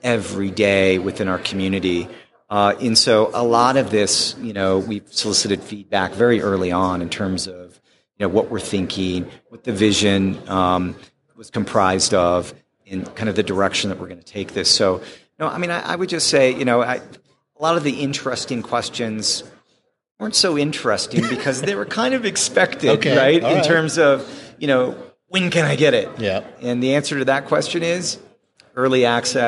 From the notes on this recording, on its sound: during the PAX8 Beyond 2023 conference